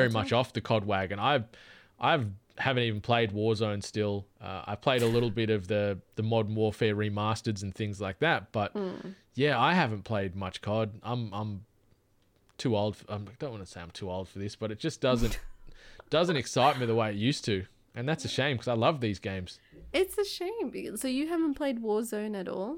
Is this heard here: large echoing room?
no